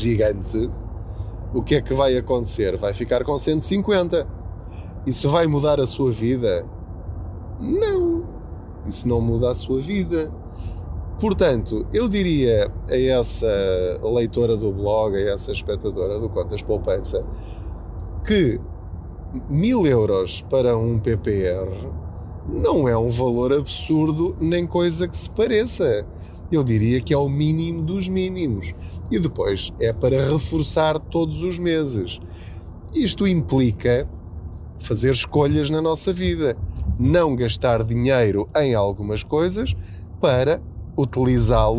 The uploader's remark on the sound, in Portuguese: Não ligue aos barulhos da viagem.